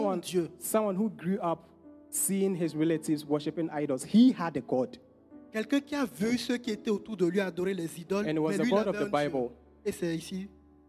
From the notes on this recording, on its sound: Preached during Joyful Hour Sunday Service